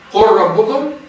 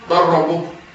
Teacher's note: تضغم اللام في الراء وما سبب الادغام؟ التقارب